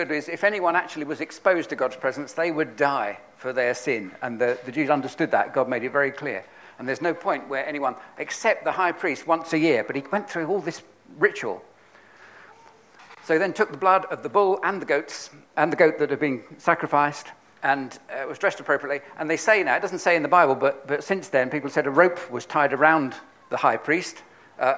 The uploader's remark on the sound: on 30th October 2022 at King's Church, Cockermouth, as an audio file